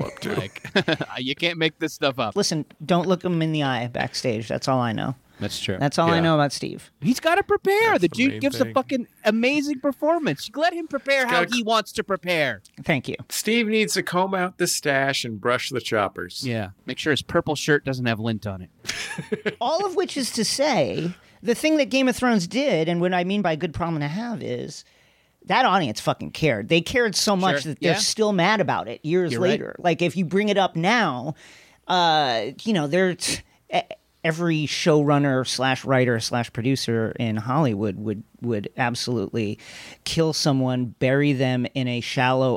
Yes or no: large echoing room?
no